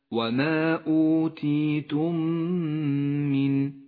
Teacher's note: تدغم الميمان مع بعضهما الساكنة والمتحركة فتصيران ميما واحدة مشددة تغن بمقدار حركتين